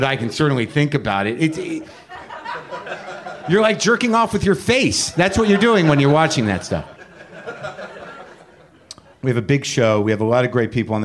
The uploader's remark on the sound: live WTF crowd